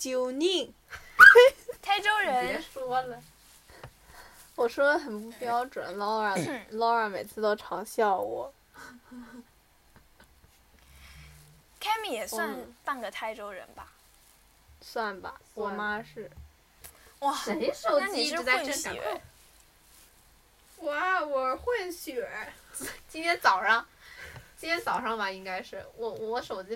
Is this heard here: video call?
no